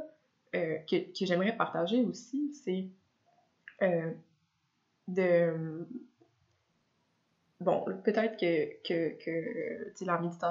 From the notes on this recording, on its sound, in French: M'enregistrer parler, sans possibilité d'arrêter et de recommencer, et publier la chose telle quelle. Le son est mauvais (j'ai oublié d'activer mon micro, oups).